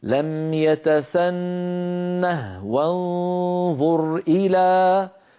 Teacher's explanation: هذه الهاء هاء السكت تستعملها العرب أغلب العرب في حال الوقف، فإذا وصلوا حذفوها، لكنها في المصحف الشريف ثابتة في الخط. فحفص روى لنا هذه الكلمة ساكنة الهاء وقفا ووصلا، يعني في الوقف أقول لم يتسنه، وإن وصلت أقول لم يتسنه وانظر إلى، فأسكنها أيضا في حالة الوصل أعود فأقول اسمها هاء السكت.